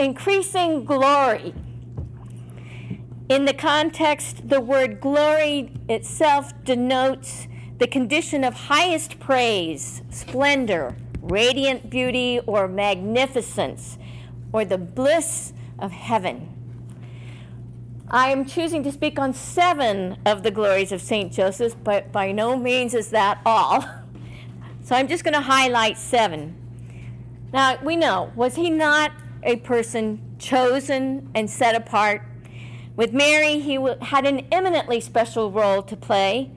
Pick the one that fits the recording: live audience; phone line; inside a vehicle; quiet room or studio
live audience